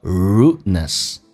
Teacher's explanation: D 跟 N 组合在一起，两个辅音在美式发音只用发后面一个